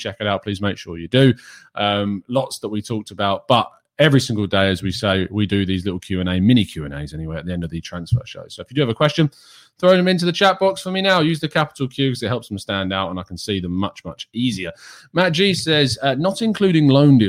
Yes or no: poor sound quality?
no